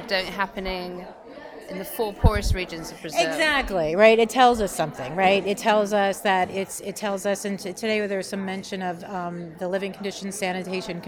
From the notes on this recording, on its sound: Interviews from the Women deliver conference in Copenhagen